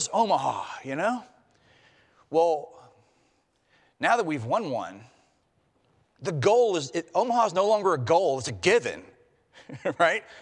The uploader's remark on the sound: preached at Traditional Worship marking Transfiguration Sunday